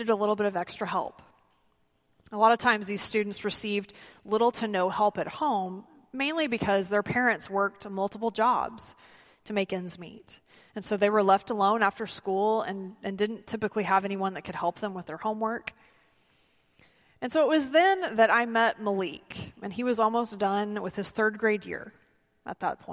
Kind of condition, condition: setting, large echoing room